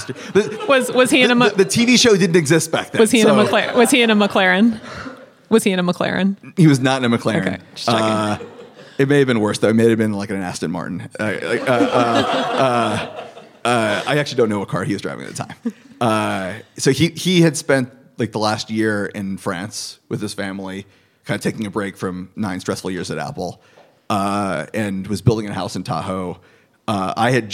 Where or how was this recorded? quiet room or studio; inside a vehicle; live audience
live audience